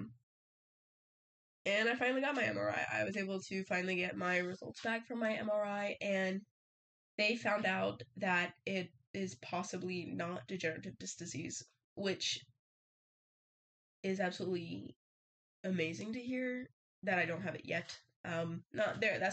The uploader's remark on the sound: You guys are the lucky guests to witness the downfall of my mic :) so the audio is a little off!